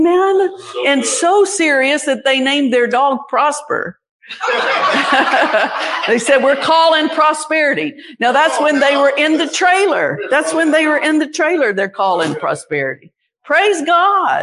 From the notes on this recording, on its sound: Recorded live at the 2023 Gulf Coast Convention.